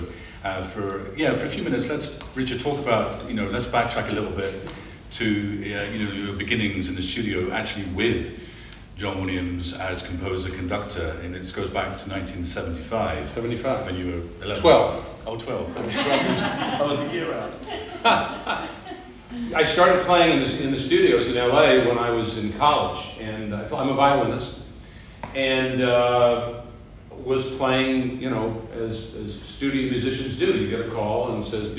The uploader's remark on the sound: The audio was recorded by the NCH. There are also insightful questions from the audience.